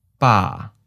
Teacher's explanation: Third tone, mid falling.